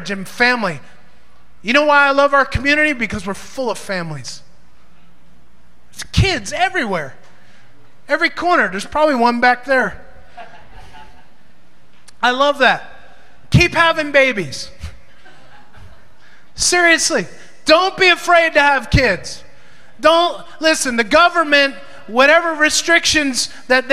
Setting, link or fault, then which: setting, live audience